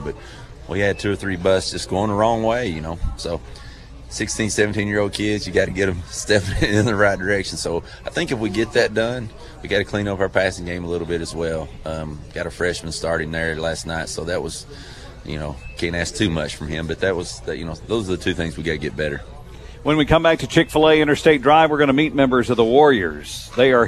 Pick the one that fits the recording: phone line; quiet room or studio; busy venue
busy venue